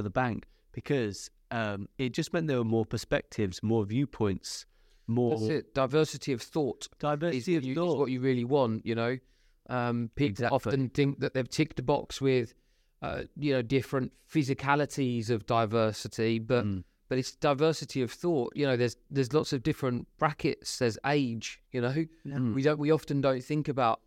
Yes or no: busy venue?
no